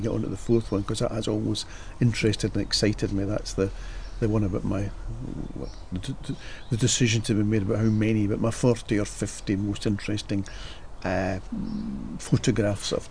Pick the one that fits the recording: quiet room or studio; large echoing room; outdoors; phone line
outdoors